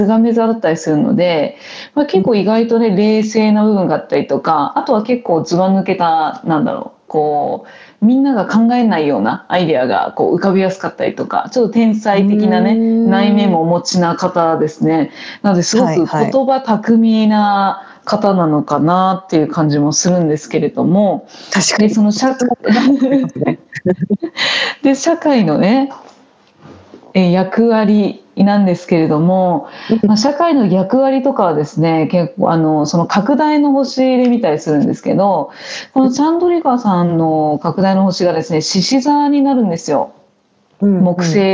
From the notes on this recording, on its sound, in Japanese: リモート収録での音声ですのでところどころお聞きづらいところもあるかもしれませんが